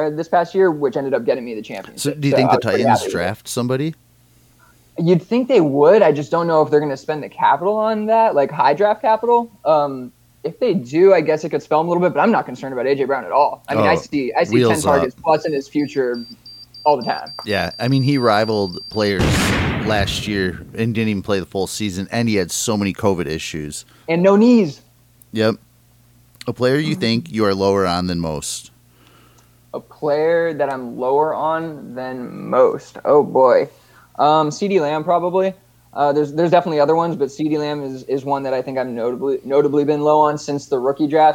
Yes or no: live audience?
no